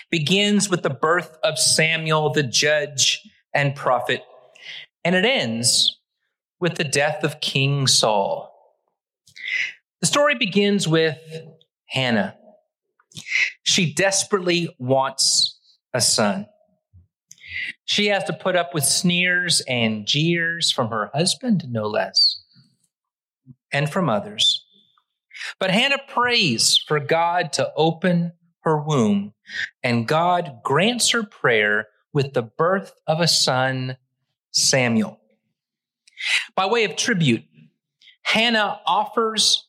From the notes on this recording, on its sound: Originally preached at the West Side Church of Christ (Searcy, AR) on March 5, 2023.